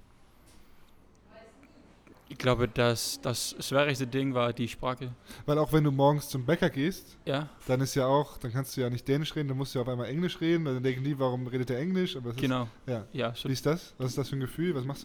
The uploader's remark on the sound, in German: Live-Podcast aus dem Electra Store in Hamburg. Das war das Setting des ersten "Anruf in Anwesenheit" Live-Podcasts.